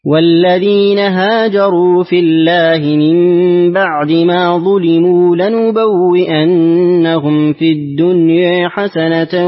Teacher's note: بعد ذلك نعطف ورشا بتقليل الدنيا